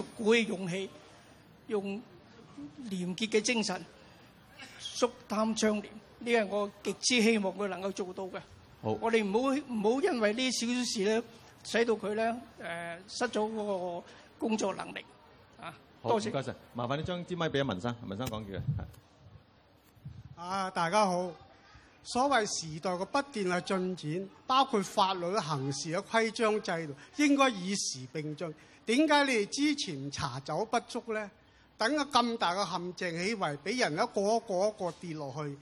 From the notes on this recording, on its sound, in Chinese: 舉行地點: 維多利亞公園涼亭 Venue: Band Stand, Victoria Park